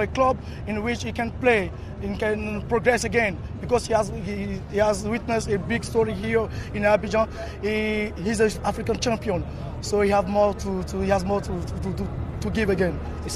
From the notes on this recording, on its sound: reaction from outside the Alassane Outtara Stadium in Abidjan